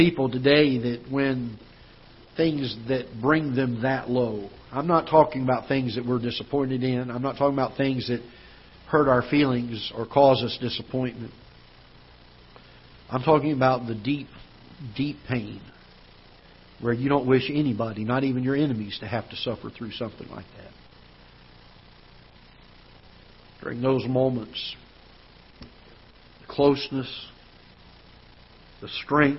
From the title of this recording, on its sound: Ketha Heights Baptist Church ~ Live Broadcast